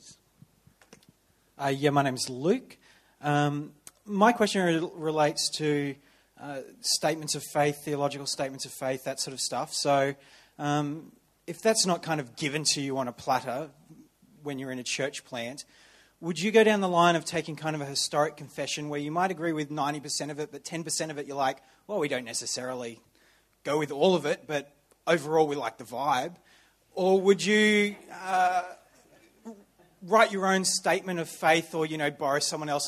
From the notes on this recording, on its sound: Answers questions on the future of church planting from an audience of Australian church planters.